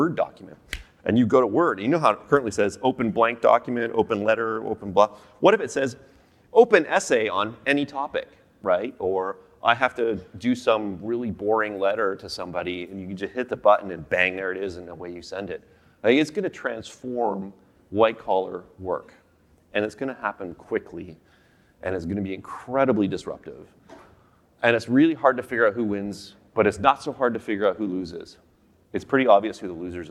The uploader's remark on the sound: Sessions ran both onstage in Vancouver to a live audience, and from our Toronto studio for a crowd of thousands more online. Speaking of that live audience, you will hear a few references to slides that were shown to the room.